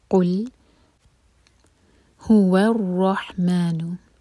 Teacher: وا کو لائٹ رکھیں گے اور را ہیوی، اور را اسٹرانگ کیونکہ را پر ہے شدہ